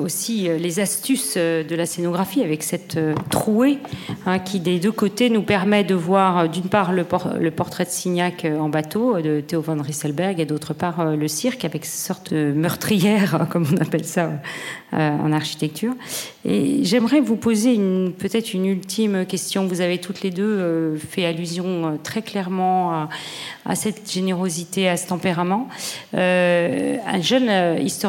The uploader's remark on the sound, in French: Enregistrement de la conférence inaugurale du 22 octobre 2021